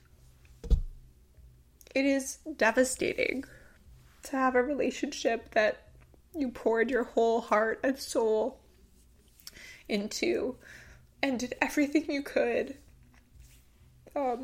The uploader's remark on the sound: my neighbors downstairs were having what sounded like a rave during the only time I had to record this so, enjoy the weird ambient music LOL